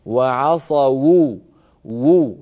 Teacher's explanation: الواو هنا مضمومة والواو تحتاج إلى ضم شفتين والضمة تحتاج إلى ضم شفتين · Term: ضم الشفتين